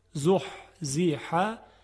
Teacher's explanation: دو تا حرف حاء هست که از وسط حلق تلفظ میشن